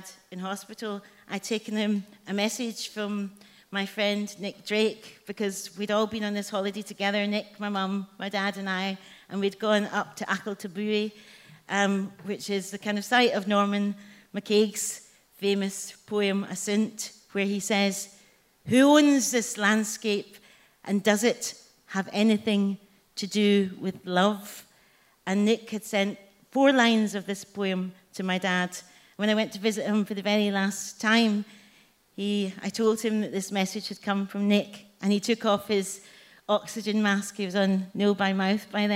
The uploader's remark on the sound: Recorded at The Tabernacle on 20th Jan 2020.